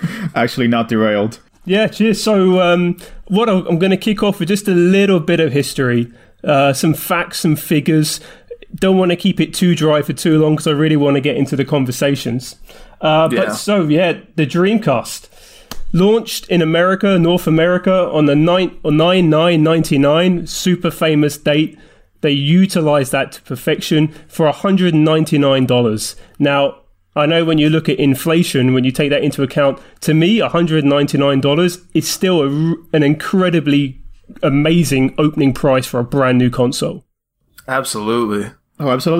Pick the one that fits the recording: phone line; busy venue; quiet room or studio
quiet room or studio